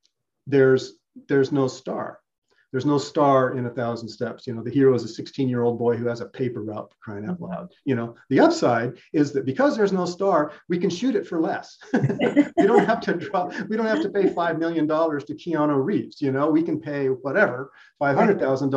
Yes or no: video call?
yes